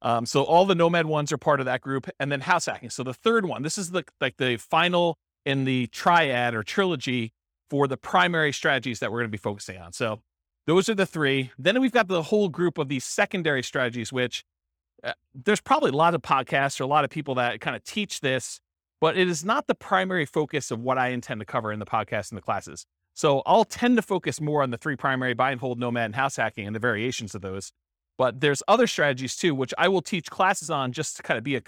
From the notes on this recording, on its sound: This was a live class recorded